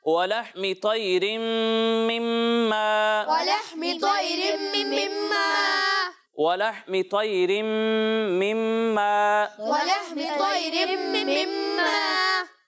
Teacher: یہاں دونوں میم میں غنہ کرنا ہے، اور غنہ کی مقدار ایک الف کے برابر ہے